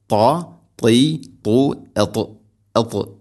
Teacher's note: വഇദാ വഇസാ ല വഇദാ ഖലൗ ഇലാ ഖലൗ ഖ خلو إلى خلو إلى شياطينهم شياطينهم طاء എന്ന ഉച്ചാരണം ശ്രദ്ധിക്കണം. طاء എന്ന അക്ഷരത്തിന് ഇത്ബാഖ് എന്ന സിഫത്ത് ഉണ്ട്, അഥവാ നാവിൻ്റെ മധ്യഭാഗം അണ്ണാക്കിലേക്ക് ചേർന്ന് നിൽക്കണം, അതാണ് ഇത്ബാഖ്.